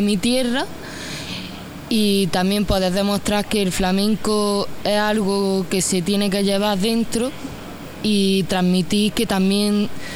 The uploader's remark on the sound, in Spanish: una conversación grabada tras bastidores, previa a su presentación en New City Brewery in Easthampton, MA